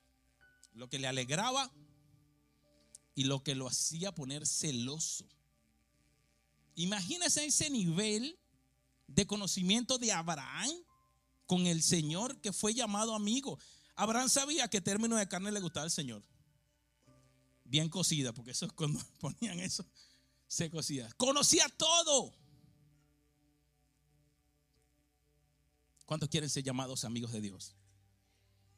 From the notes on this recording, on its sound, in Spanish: Grabado en la ciudad de Philadelphia en la iglesia H2O.